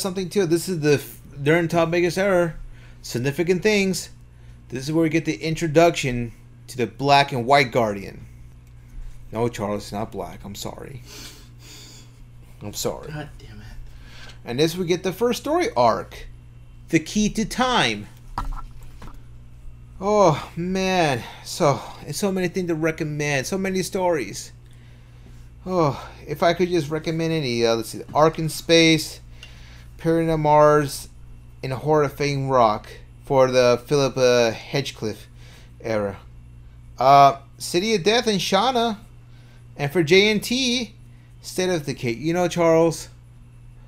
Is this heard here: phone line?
no